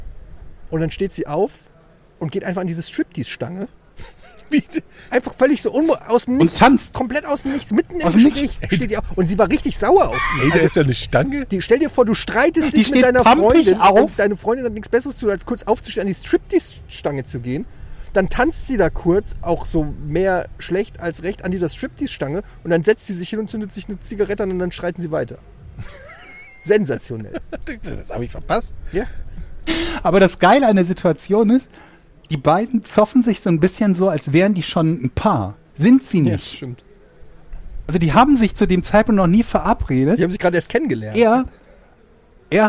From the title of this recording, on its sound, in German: Live vom OMR Festival